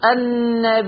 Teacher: لاحظي أن النبيون بها مد بدل أيضا يعني أمدها 2 4 6 أنت تقرأي بتوسط البدل فقط.